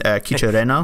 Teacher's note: I say it with a rolling R because I'm overcompensating for my lack of Hispanicness.